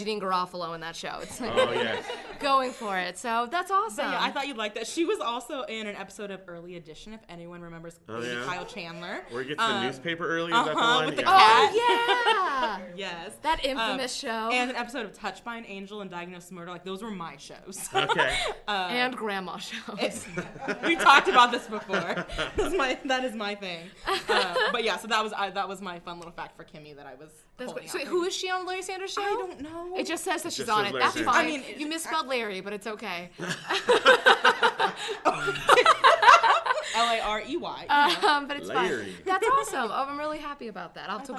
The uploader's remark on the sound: LIVE from Comic Con Palm Springs. LIVE Show at Comic Con Palm Springs.